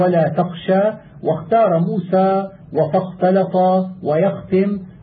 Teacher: فإذا نطقت بها فوفها حقها من صفاتها، لأنها مشاركة للغين في صفاتها إلا في الجار. فإذا لم يبين همس الخاء صارت غينا. قال في التمهيد: وينبغي أن يخلص لفظها إذا سكنت، وإلا فربما انقلبت غينا، كقوله: ولا تخشى، واختار موسى، وفاختلط، ويختم.